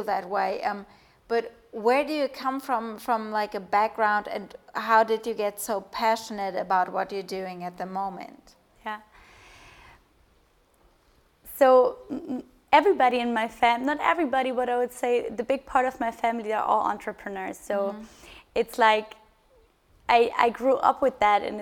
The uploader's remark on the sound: Together with “HubSpot for Startups” and Forbes, Listen&Grow hosted a live podcast festival in Berlin.